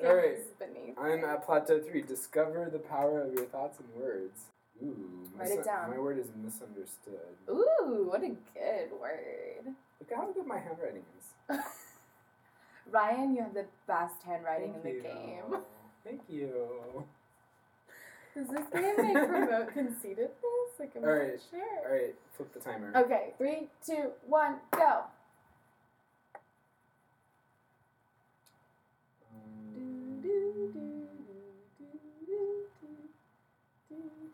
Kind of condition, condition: fault, poor sound quality